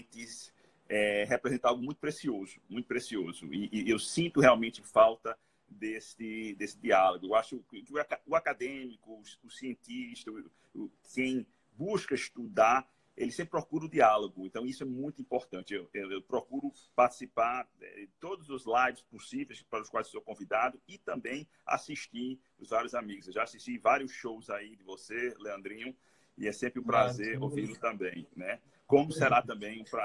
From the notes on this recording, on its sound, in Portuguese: Live no instagram